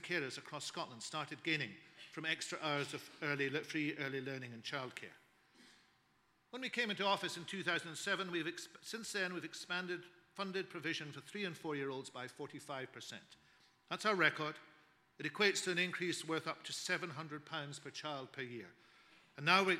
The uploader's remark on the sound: Scottish Learning Festival 2014 - Keynote Speech